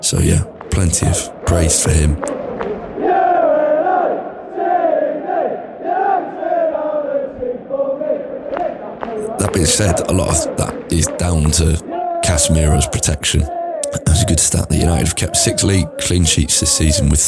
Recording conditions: busy venue